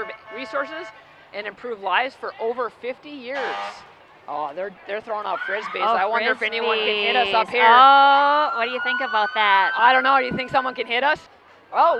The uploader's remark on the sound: The annual Dew Days Grand Parade from downtown Farmington. The rain came down for hours before the parade but cleared just in time to see all the great businesses, organizations and people of Farmington and surrounding communities.